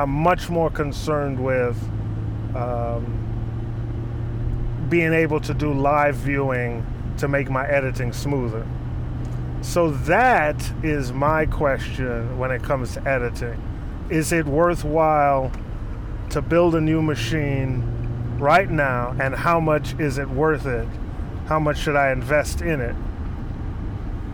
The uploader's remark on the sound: while driving, of course